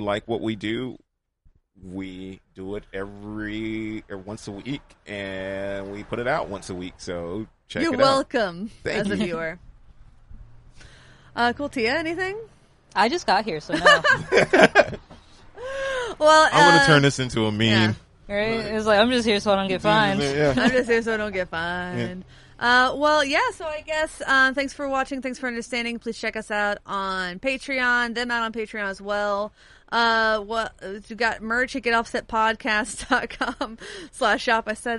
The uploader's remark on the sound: This week's episode takes place on the porch at Fanny's House of Music in Nashville, TN. Recorded in the great outdoors.